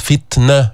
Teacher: حرف شديد التاء، جبت الشدة بعدين طلعت النفس جبت الهمس